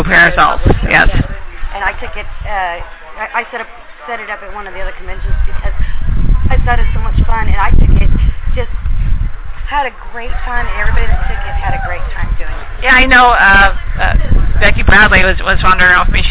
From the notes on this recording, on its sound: THIS SHOW IS NOT LIVE - IT HAS BEEN PRE-RECORDED. At the Wild Wild West Steampunk Convention this last weekend.